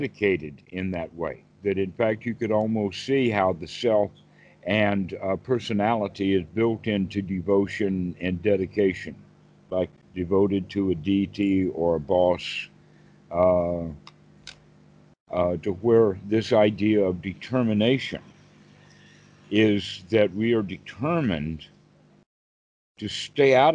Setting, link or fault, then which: link, video call